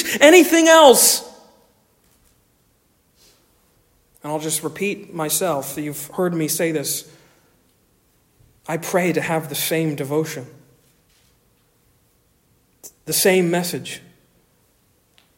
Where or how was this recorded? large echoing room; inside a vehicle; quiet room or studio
large echoing room